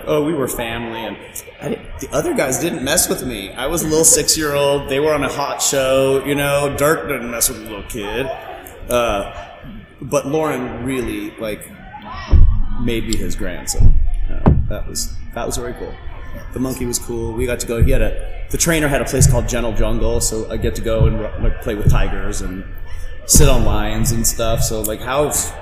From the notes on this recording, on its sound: You get his panel from Grand Comic Fest 4 in it's entirety.